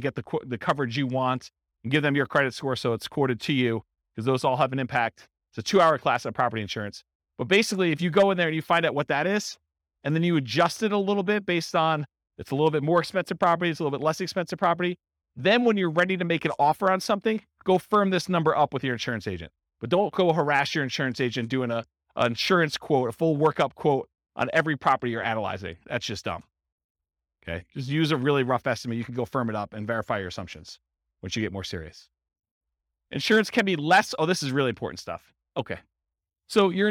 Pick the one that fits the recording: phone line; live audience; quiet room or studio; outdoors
live audience